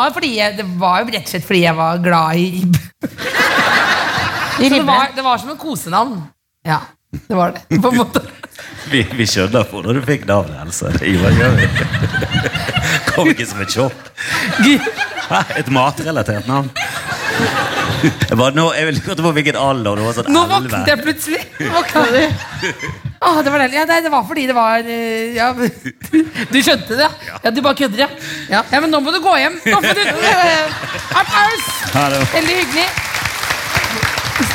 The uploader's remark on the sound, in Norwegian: Live fra Bergen med prompeputekostyme og gjester!